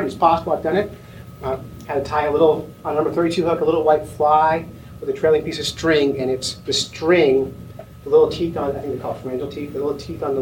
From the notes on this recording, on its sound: Emporia State University invited us to speak in their biology department. We accepted and recorded the seminar for this special edition of the Fish Nerds.